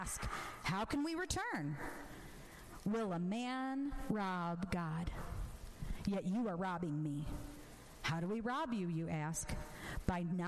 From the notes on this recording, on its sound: This episode was recorded at my church as a sermon I recently preached.